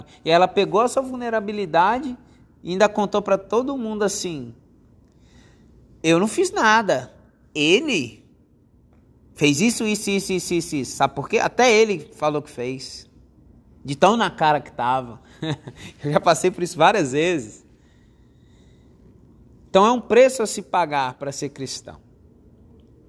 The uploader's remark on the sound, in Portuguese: Podcast gravado durante as 240 horas de adoração da minha igreja local Monte Sião Grande Vitória.